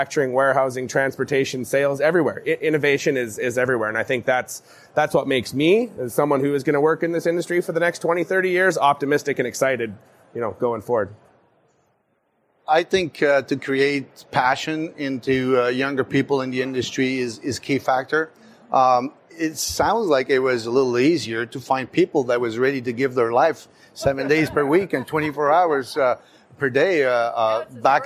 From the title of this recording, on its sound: LIVE! From the CPMA Trade Show Floor